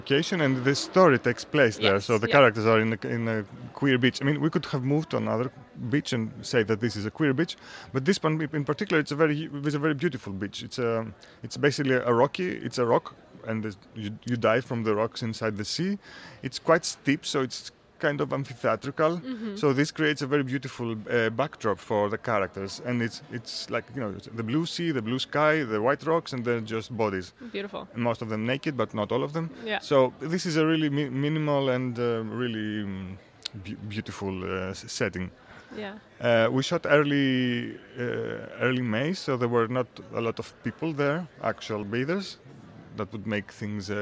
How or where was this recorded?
busy venue